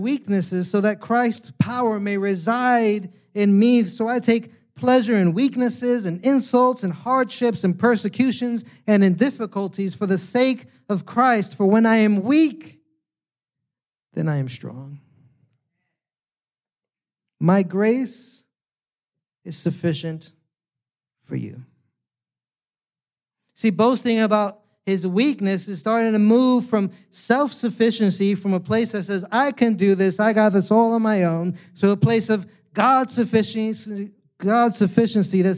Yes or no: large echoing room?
yes